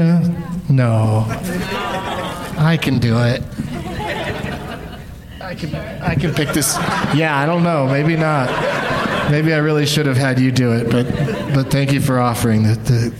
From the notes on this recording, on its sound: Live from the LOL Comedy Club in San Antonio